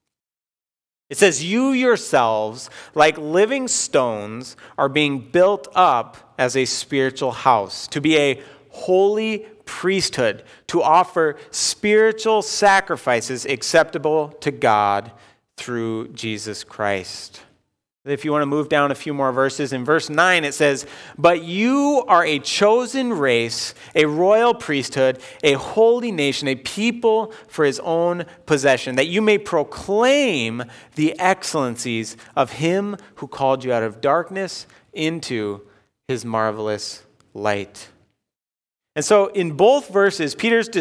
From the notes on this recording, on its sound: Delivered Sunday, October 4, 2020 at Woodridge Community Church (New Berlin, WI).